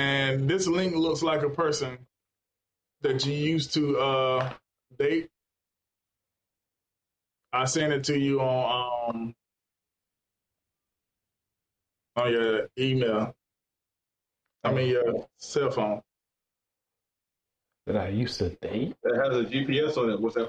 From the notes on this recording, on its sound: We would like to take this time however to apologize for the audio. The cameras we used for conferences allowed us the opportunity to do a lot of editing on the back end to create the best listening experience we could.